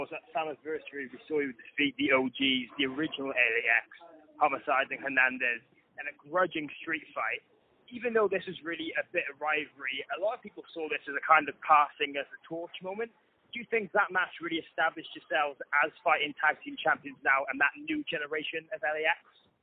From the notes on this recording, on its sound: Media Teleconference Interview.